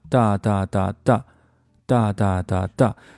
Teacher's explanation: Why would I wanna wearit？数的有点慢了，我们再来试一下。哒哒哒哒哒哒哒哒。好，这个节奏基本是哒哒哒哒，前三个哒哒哒哒，我们稍微加快一下，哒哒哒哒哒哒哒哒，前三个音基本上是一个均匀的状态，哒哒哒。那最后一拍呢，和前面一拍隔的会相距稍稍远一些。哒哒哒哒，那么这句话的正确节奏是不是这样的？我们来听一下 Many 的原音重现。